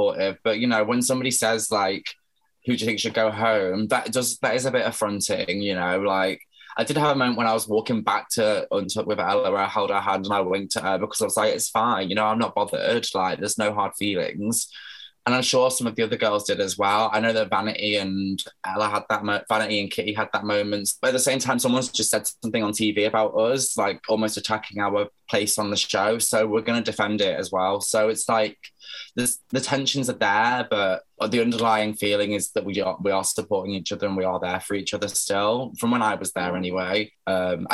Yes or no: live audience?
no